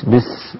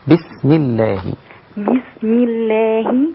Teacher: لو قلت بس هي هكذا أنا ذهبت بها إلى التفخيم، لكن لابد أن أظهر فيها الترقيق وأظهر فيها الهمس · Shown in: second take